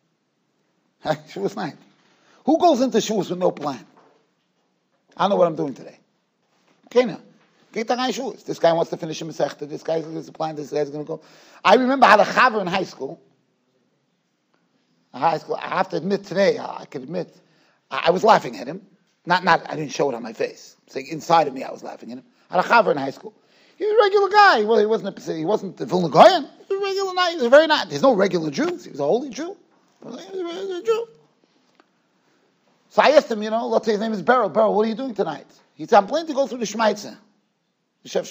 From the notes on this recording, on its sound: Shiur recorded in Yeshivas Ohr Reuven, Monsey NY.